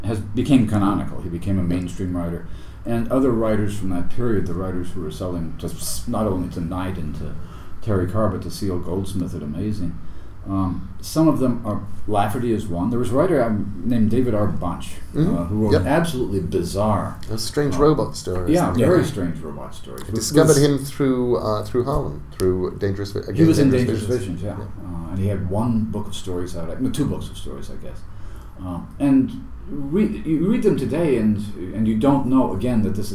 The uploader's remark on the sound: in a rare quiet moment at the Brighton World Fantasy Convention